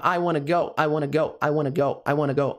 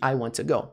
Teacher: Primeira coisa que a gente pode reduzir aqui é esse want to. Vai soar como wanna. · Shown in: first take · Então fica I wanna go, I wanna go, I wanna go, I wanna go, ao invés de I want to go.